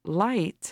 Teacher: your mouth moves open for the ah sound and relaxes to the e sound · Term: diphthong